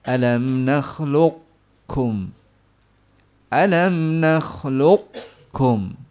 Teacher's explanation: Luq dia siapkan qaf dengan isti'la. Nakhluq yang keluar baru kaf. · Term: naqis